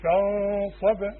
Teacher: بس الغنة لما تيجي جنب حرف تخين بتتخن. فرق الفاء وفخم الغنة